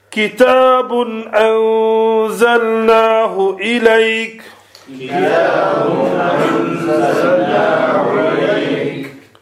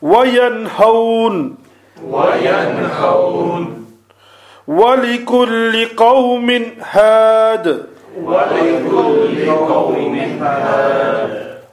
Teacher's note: every single time the noon was pronounced clearly, fully and without hiding anything